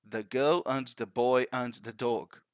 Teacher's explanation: If you say this one, trying to stress every single word with the same stress, with the same strength, it will not be the same as a native would say.